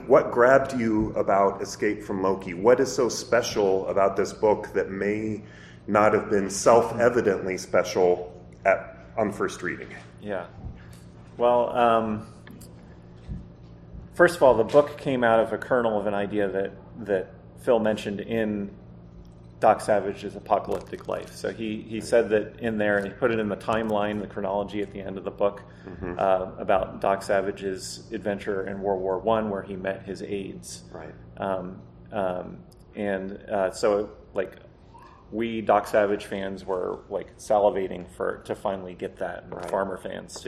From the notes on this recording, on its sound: PulpFest 2023. The panel was part of FarmerCon 18.